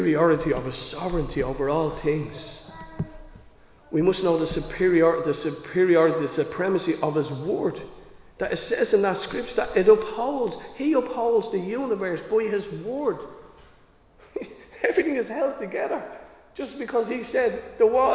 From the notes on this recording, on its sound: Recorded live in Liberty Church on 28 August 2022